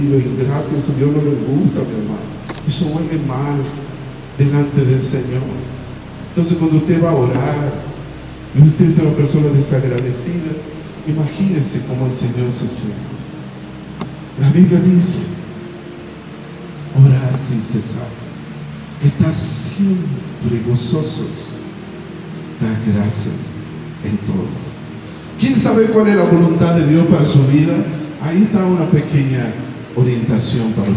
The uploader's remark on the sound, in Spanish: una predica ministrada en la Iglesia Santuario de Fe, en la ciudad de San Miguel de Tucuman